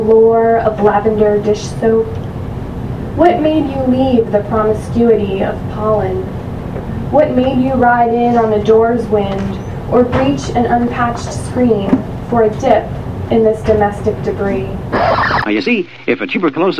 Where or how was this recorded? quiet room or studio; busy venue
busy venue